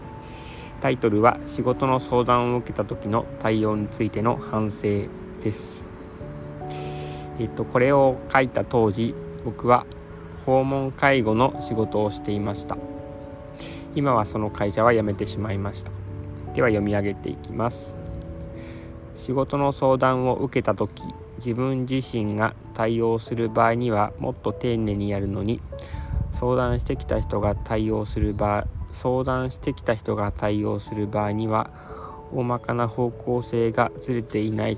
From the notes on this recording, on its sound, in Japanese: 野外での収録のため少し聞きにくいかも。